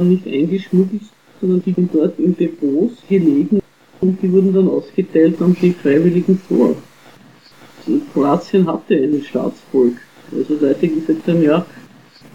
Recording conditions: poor sound quality